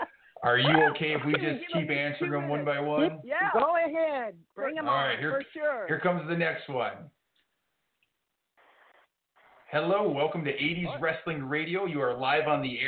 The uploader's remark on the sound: we take your calls LIVE on the air!